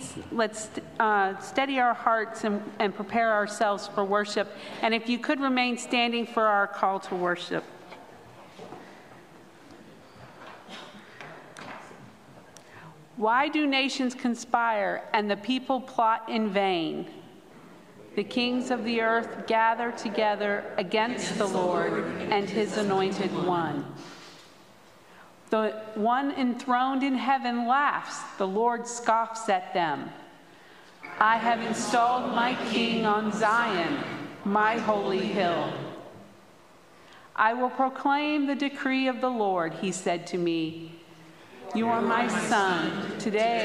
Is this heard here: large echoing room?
yes